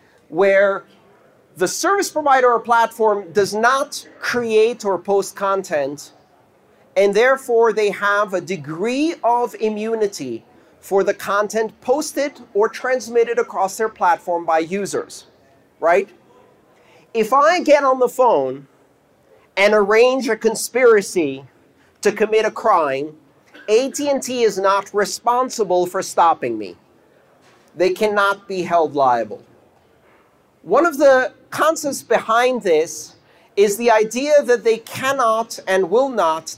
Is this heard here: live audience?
yes